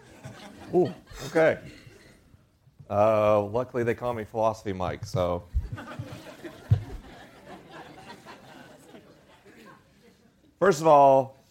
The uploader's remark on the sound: LIVE in Nashville, TN. This week is a live episode: the questions are unscreened and the answers are unrehearsed. I'm traveling around the country on tour.